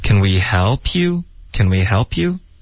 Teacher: you 的音，虽然它不是一个重音，可是它不会降下来的。Okay,它后就是它在一个重音往上飘的这种重音后面出现的音节，一般是保持那一个 level.